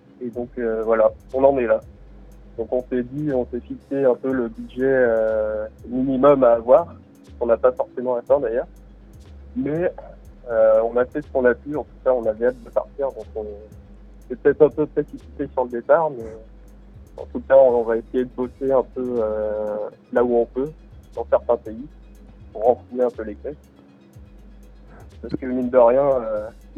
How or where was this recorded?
phone line